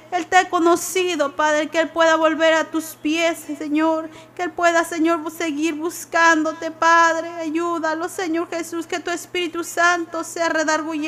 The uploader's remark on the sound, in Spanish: TRASMISION EN VIVO DE LA IGLESIA CRISTIANA MARANATHA